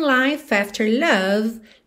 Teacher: Como é de life não é pronunciado, o F já juntou na vogal A de after